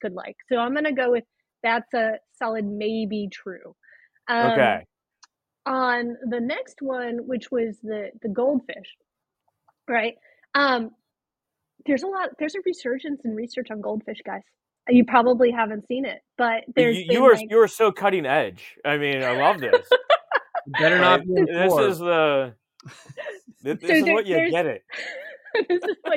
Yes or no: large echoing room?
no